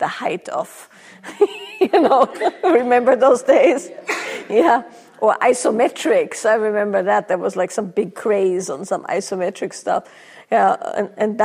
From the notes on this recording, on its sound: Q&A from a recent live event